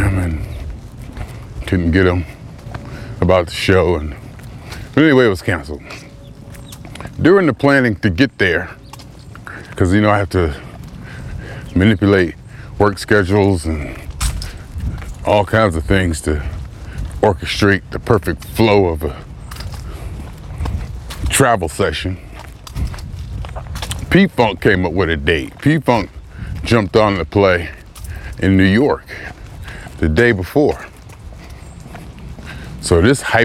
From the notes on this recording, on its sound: Me Walking Talking